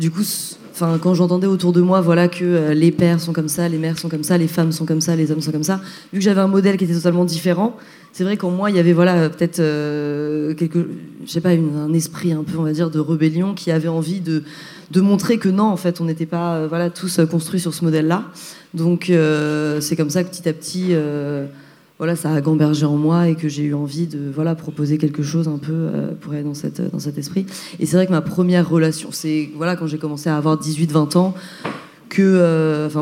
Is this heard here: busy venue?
yes